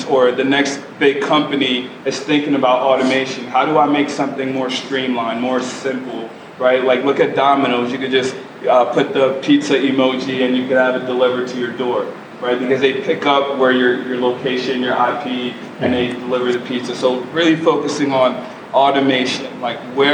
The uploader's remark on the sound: Special Live New York Edition. This is the first ever live podcast and we hold nothing back.